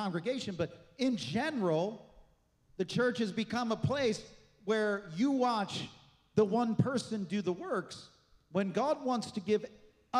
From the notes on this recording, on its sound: This message was recorded on Sunday, February 25th, 2024 at Gateway Church in Richmond, Indiana.